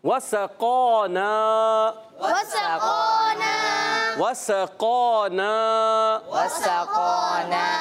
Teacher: اور وسقانا میں قاف کو موٹا رکھنا ہے، بعض بچے قاف کو جلدی میں باریک کر دیتے ہیں، یا اس کے نون کے الف کو جو ہے، نون کے بعد جو الف ہے اس کو نہیں پڑھتے، وسقانا کر دیتے ہیں.